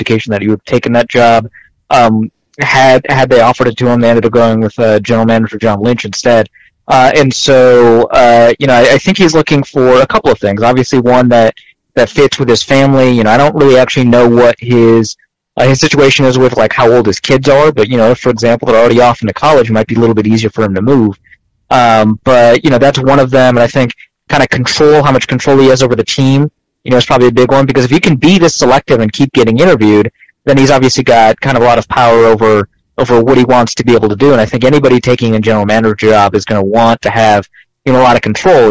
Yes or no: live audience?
no